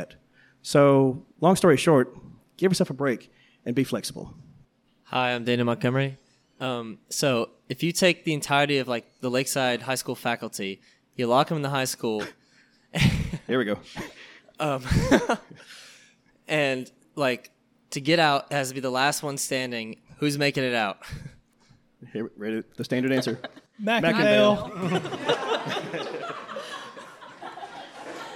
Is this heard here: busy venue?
yes